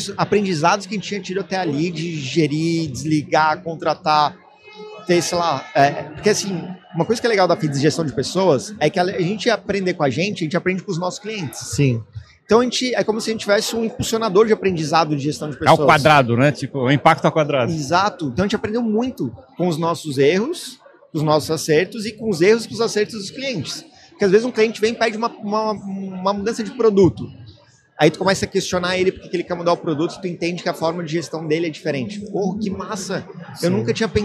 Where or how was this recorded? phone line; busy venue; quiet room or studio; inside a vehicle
busy venue